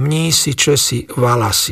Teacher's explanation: typické stredoslovenské striedanie spoluhlások ch na s